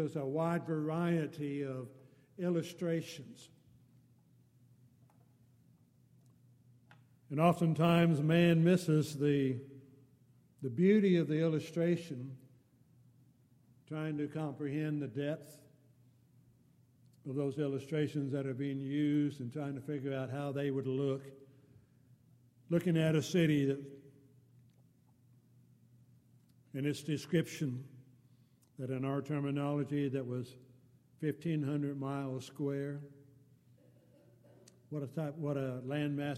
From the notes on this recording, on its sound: Downtown Church Of Christ Audio Sermon.